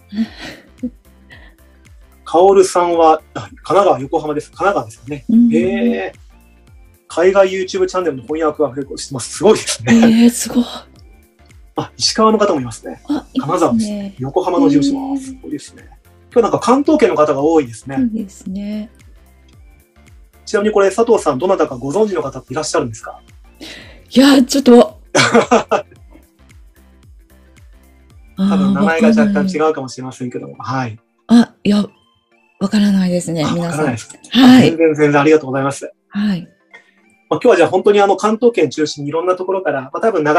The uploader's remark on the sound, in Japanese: こちらの配信は2022年3月にLinkd in 上で行われたライブイベント企画での収録となります。